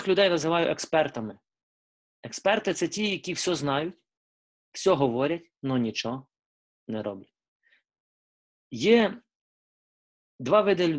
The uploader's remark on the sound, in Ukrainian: Zoom зустріч